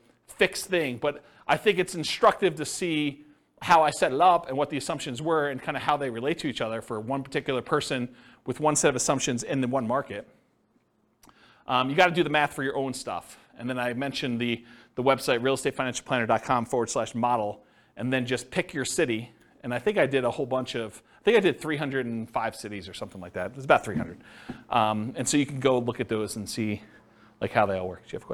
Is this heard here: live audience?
yes